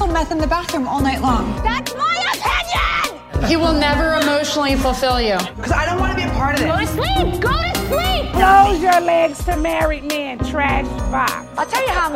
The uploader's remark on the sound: sound bites from the BravoCon red carpet